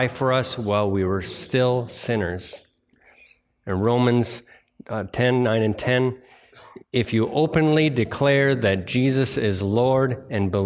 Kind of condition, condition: setting, large echoing room